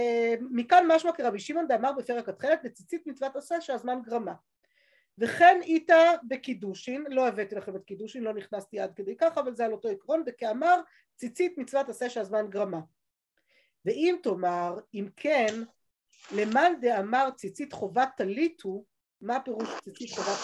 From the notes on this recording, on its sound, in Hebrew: השיעור הועבר והוקלט בזום